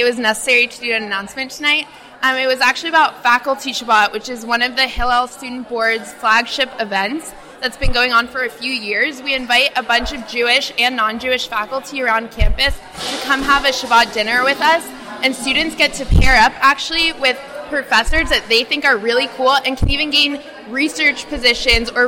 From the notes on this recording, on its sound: Live from Barbecue! One of Berkeley Hillel's main weekly events: Barbecue!